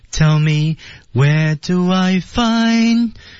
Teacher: 后半句呢，我们看后半句在 find 的位置，这个地方是要把语调抬高的